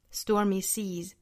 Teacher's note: 最后尾部的 s 浊音